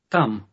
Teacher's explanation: It starts with a T sound, as you might guess, but it's not as explosive as the English T.